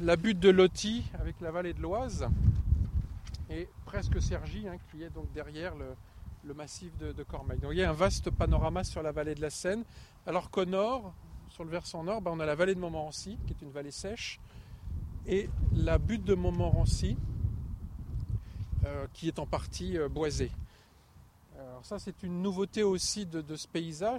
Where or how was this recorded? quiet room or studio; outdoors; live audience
outdoors